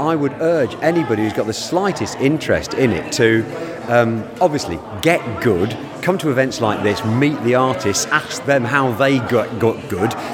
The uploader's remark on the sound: takes a walk through Shrewsbury's finest comicbook festival